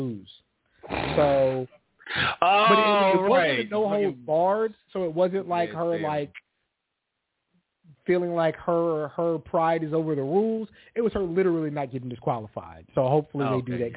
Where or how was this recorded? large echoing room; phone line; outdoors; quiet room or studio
phone line